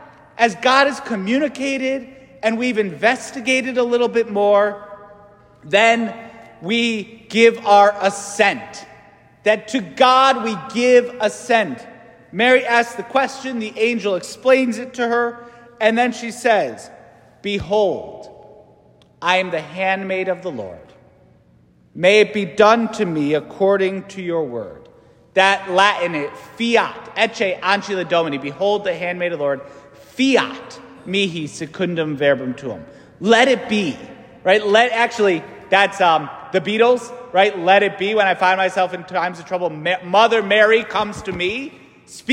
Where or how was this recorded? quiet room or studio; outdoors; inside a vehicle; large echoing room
large echoing room